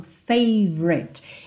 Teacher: Esse O do favorite não é muito pronunciado, tá? Então, você meio que passa direto, favorite song.